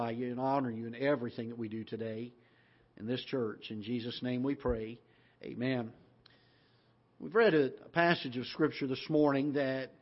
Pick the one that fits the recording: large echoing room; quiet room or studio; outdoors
large echoing room